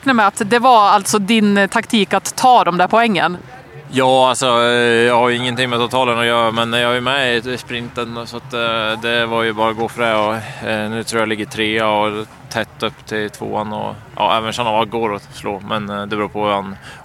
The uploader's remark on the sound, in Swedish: Vi summerar den sjätte etappen av Tour de ski, från målfållan i Val di Fiemme där snön vräker ner. Träffas av en snöboll mitt under inspelning (väldigt bra kast!).